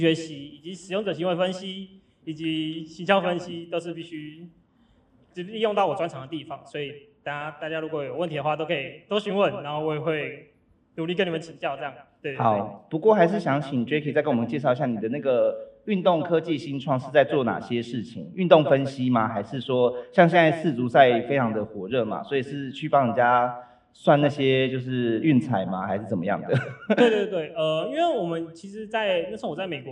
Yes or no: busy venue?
yes